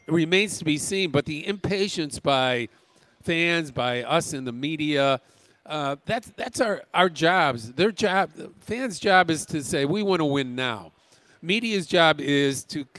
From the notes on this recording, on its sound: Live from Cubs Convention.